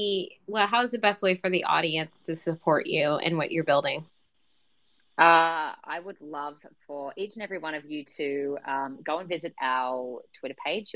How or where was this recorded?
video call